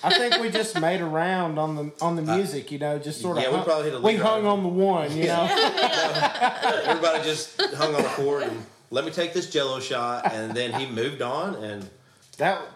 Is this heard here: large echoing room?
no